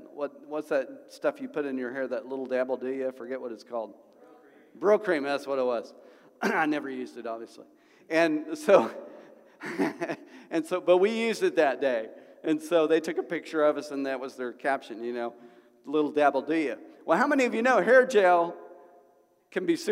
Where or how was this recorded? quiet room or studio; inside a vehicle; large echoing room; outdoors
large echoing room